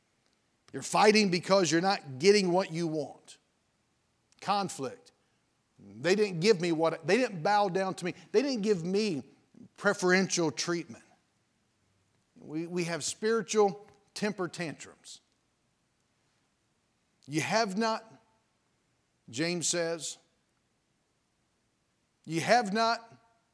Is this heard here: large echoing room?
yes